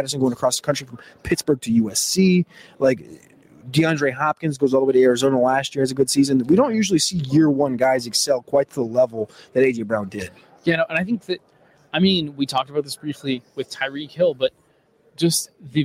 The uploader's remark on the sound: LIVE from Radio Row